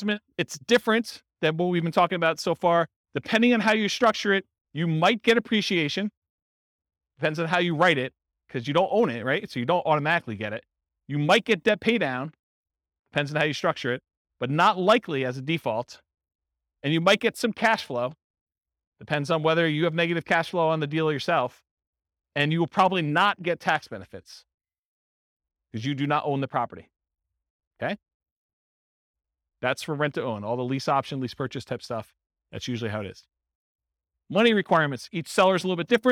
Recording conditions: live audience